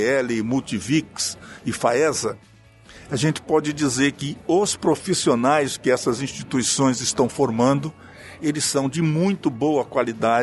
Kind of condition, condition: setting, busy venue